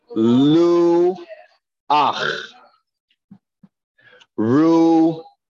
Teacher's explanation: if it's spelled with the Chet at the end of the word, the last letter of the word is a Chet, and it has a Patach, we do not pronounce it Cha, we pronounce it Ach. · Term: final Patach Chet